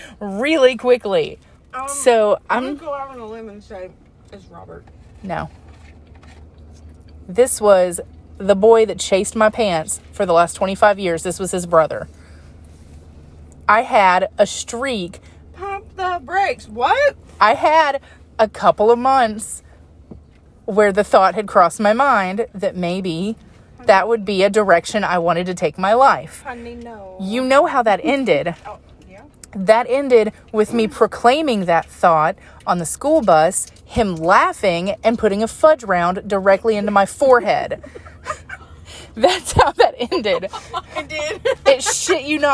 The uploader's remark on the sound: Live from a chick fil a parking lot somewhere.